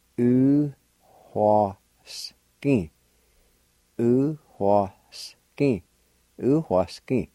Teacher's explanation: right after U, at the beginning of the word, there's a faint H sound. Pronounced like this.